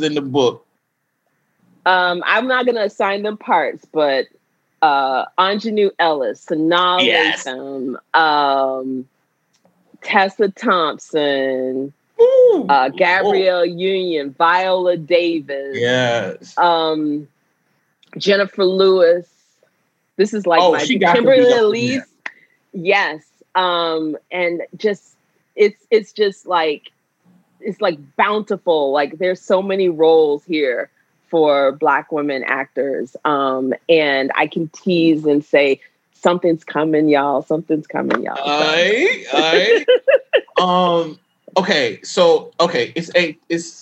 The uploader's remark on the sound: While engaging with an enthusiastic virtual audience